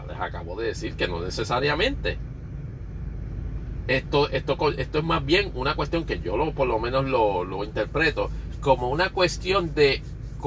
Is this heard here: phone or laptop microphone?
yes